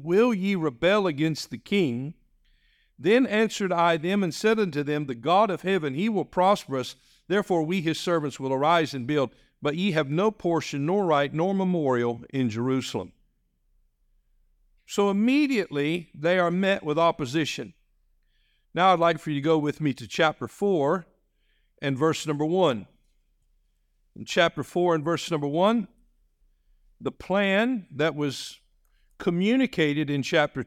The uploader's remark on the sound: This message was delivered on November 19, 2023, during our evening service.